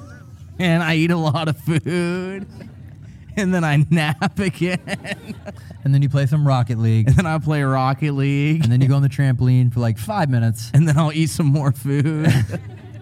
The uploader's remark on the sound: (01:18) Live Show Start. This episode was filmed in front of a live audience at the haunted Old Joliet Prison in Joliet, IL.